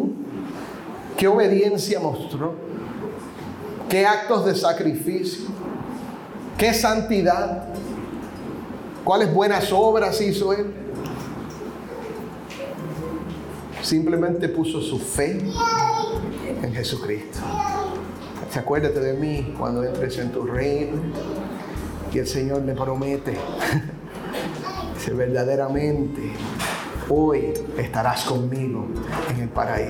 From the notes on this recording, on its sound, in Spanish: Compartimos el audio de una reciente conferencia de pastores